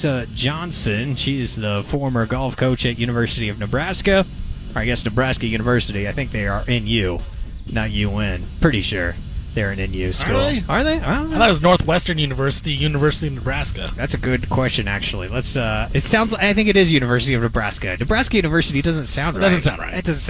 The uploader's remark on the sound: broadcast live from The Reserve Vineyards & Golf Club, site of the 9th annual BFT Foundation Celebrity Golf Tournament